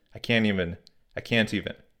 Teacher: I can't even cuts the T off of the end of the word of can't. · Term: connected speech